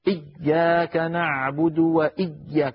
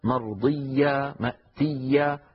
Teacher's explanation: فالياء لا ينحبس صوتها بل تكون مضاعفة · Shown in: second take · إيا فيها شدة وليس فيها شدة، فصوتها مستمر لا انقطاع فيه. · Term: حرف رخو